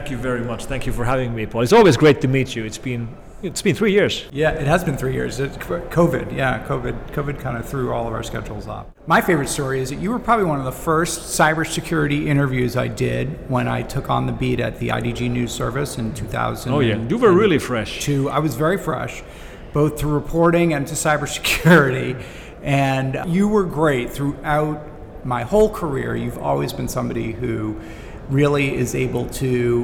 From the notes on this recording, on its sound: on the sidelines of the DEF CON Conference in Las Vegas